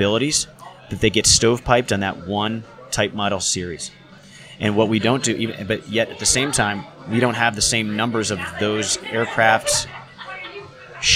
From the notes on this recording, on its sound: Live from Tailhook 2019